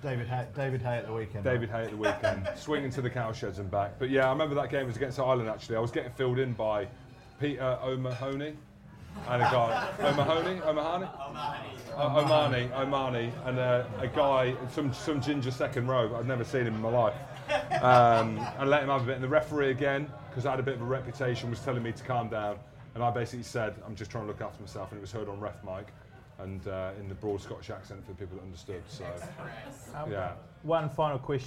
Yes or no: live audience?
yes